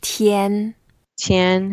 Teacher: The pronounces like T-I-A-N, first tone, so we make it very flat